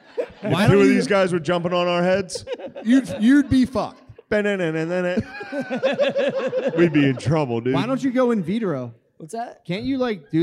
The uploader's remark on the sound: LIVE from Magooby's. LIVE from the joke house.